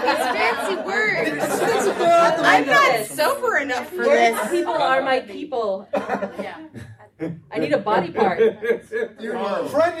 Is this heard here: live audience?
yes